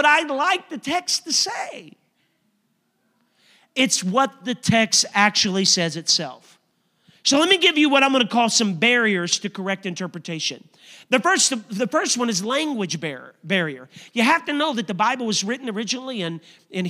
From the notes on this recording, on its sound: a service recording from Connect Point UPC